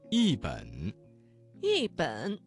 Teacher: 这个词当中的一字在3声之前变成了4声 · Term: 语流音变